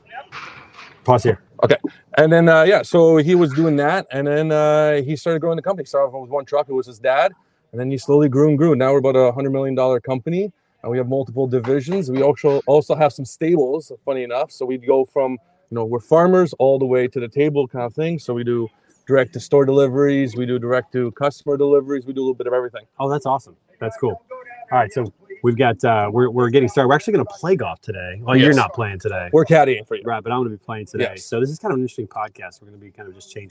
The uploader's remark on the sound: Standing Out LIVE from the Golf Course